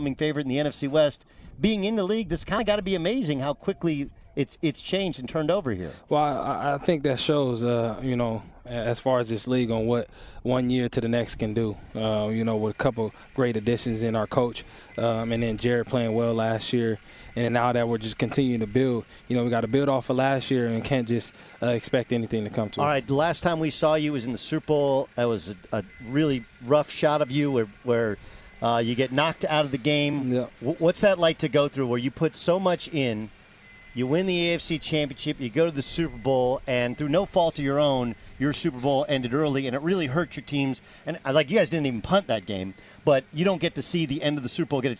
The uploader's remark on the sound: LIVE from Los Angeles Rams training camp!